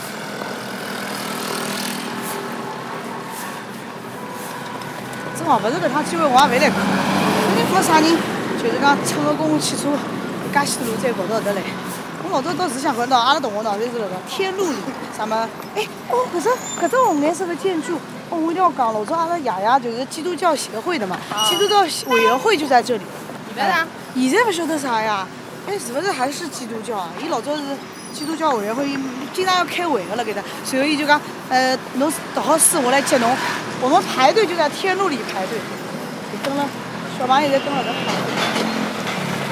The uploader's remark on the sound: Walking around the area